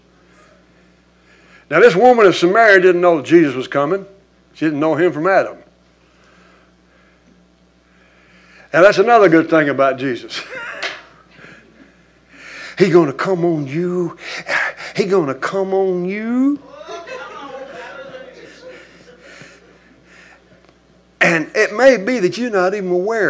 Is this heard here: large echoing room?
yes